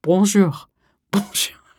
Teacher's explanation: And I realized the night before that I didn't actually know how to say bonjour properly because it has a nasal and then it has the guttural R in the back